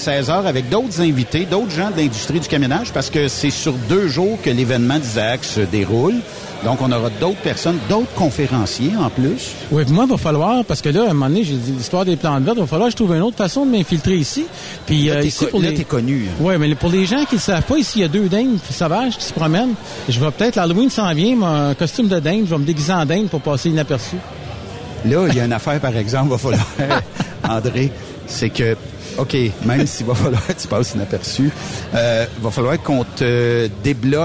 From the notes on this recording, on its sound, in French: En direct de chez ISAAC Instruments pour la conférence des utilisateurs